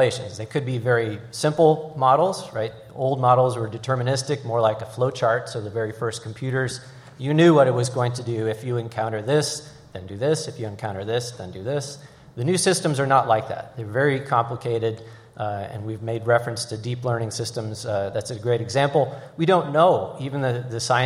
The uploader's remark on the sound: Artificial Intelligence LIVE at the Annual Conference.